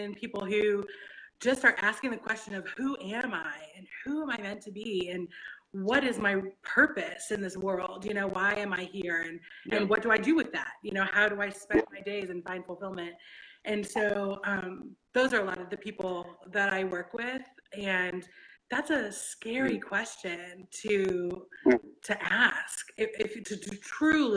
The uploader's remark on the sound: The audio experience on this conversation is not the best